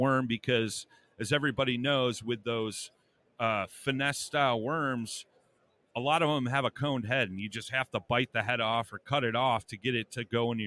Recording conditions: busy venue